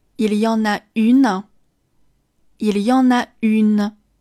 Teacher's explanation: 这个元音要跟 on 最后的字母 n 呢，发生连诵，读成那